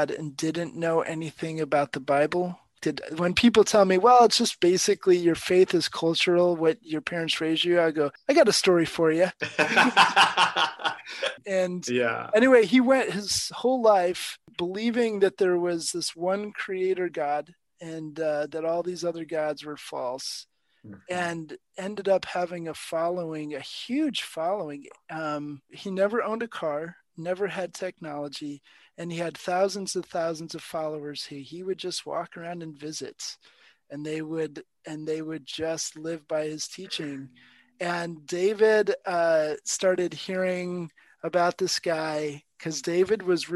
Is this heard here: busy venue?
no